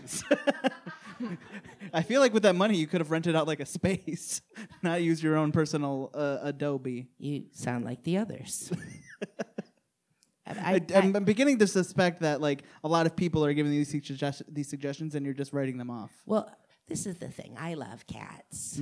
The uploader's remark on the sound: LIVE at Detroit Women of Comedy Festival 2019